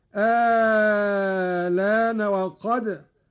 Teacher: قرأ قالون بإبدال الهمزة الثانية مع المد الطويل